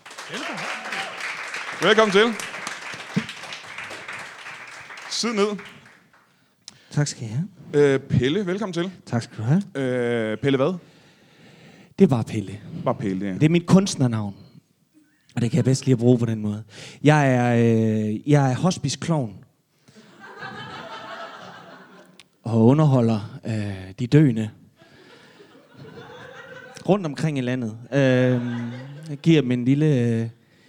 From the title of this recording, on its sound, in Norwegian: LIVE fra Mojo Blues bar